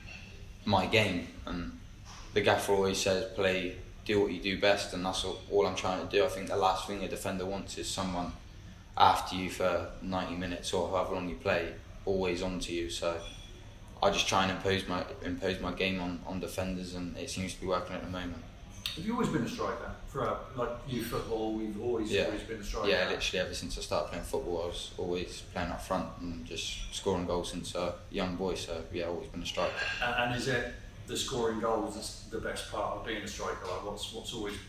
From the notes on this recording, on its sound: Press conference | Bristol City v Huddersfield Town.